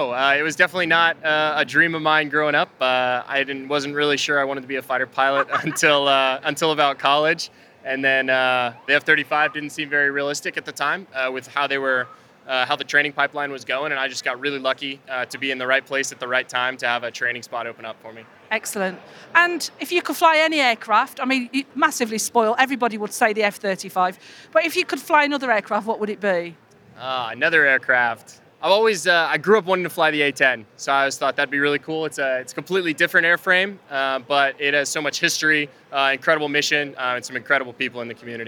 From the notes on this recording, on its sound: at the Royal International Air Tattoo in July with a microphone